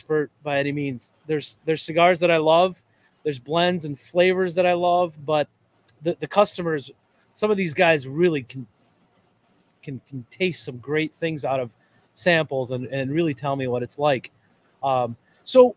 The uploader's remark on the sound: Listen in as we visit Ramsey Smoke Shop, one of the hidden gem cigar shops in the Twin Cities area.